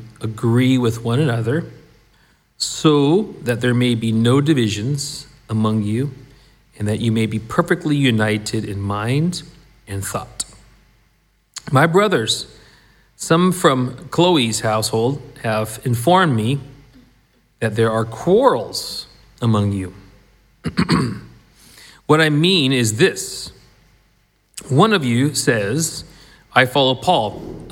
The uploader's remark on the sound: This was recorded at the last Sunday meeting at the Shotts